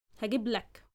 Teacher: But when it's followed with a prefix, hagib lak, I'll bring for you. So we shorten the vowel sound.